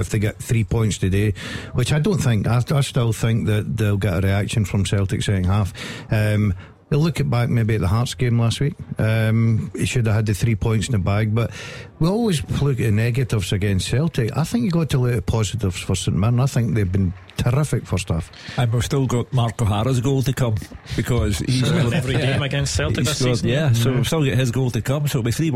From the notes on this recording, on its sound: Clyde 1 Superscoreboard. Is joined in the studio. The phone lines are opened for you to have your say.